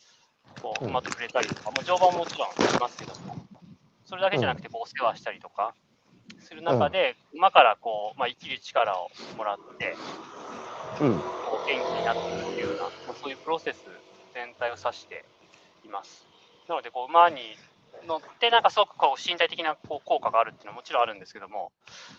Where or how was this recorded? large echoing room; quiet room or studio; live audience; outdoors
outdoors